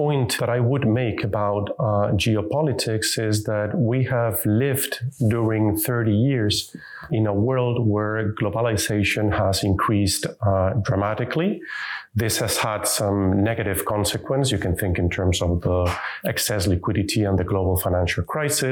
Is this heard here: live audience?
no